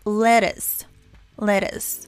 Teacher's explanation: cuando está una T o una D entre vocales, que en este caso es la E y la U, esta mágicamente se convierte en una R.